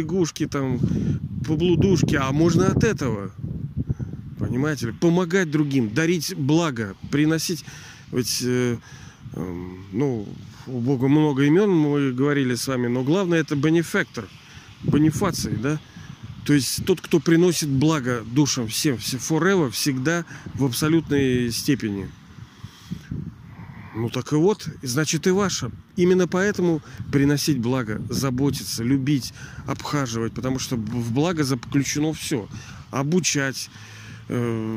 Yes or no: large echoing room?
no